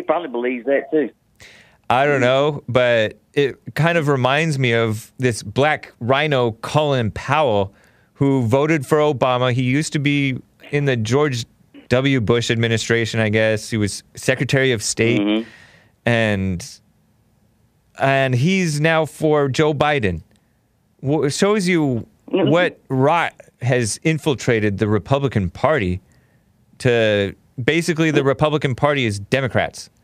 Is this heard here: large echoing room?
no